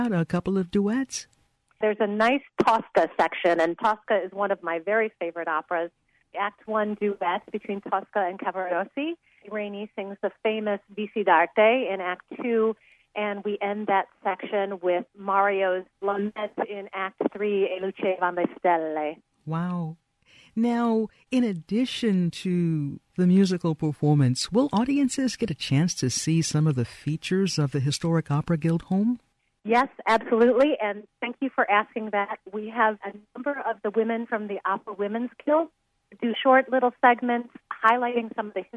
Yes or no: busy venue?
no